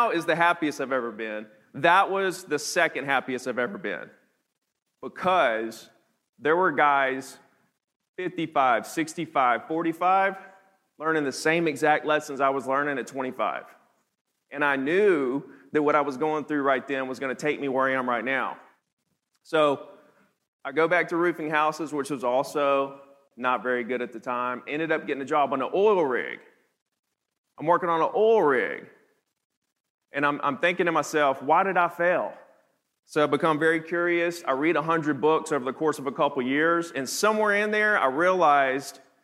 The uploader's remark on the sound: teaches the audience at the HyperFast Sales Summit